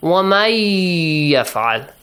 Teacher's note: Yeah, for example here, وَمَنْ يَفْعَلْ Noon Sakin appears, Ya appears after Noon Sakin. So Noon is merged into Ya, as if Noon is omitted.